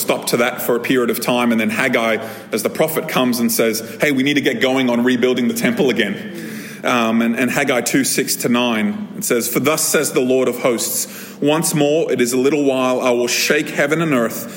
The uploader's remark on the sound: This episode was recorded at a Thrive Community gathering on 22nd October 2023.